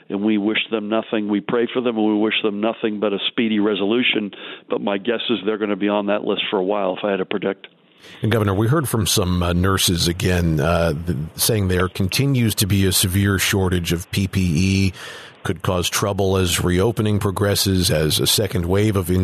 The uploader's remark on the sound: called in to KYW Newsradio